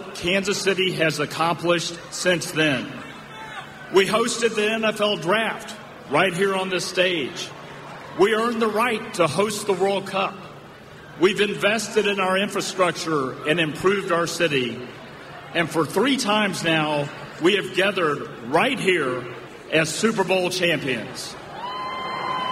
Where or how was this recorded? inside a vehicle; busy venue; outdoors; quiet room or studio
busy venue